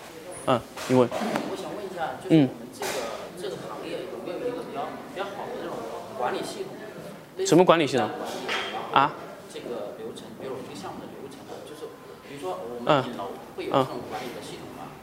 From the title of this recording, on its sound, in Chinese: 成都家具workshop 现场答疑录音